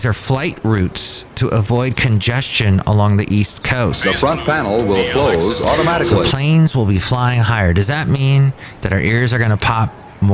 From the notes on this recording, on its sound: Podcasts live from Café Anyway.